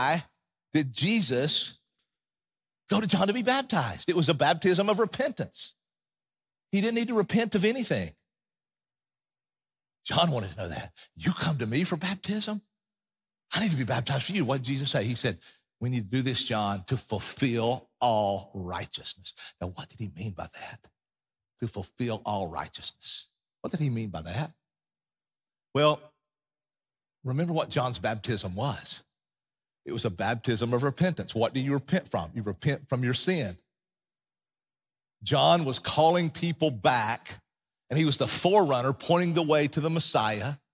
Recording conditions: large echoing room